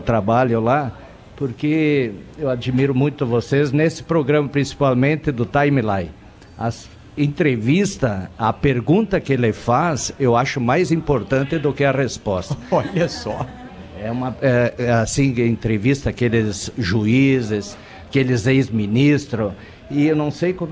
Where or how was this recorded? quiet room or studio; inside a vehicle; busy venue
busy venue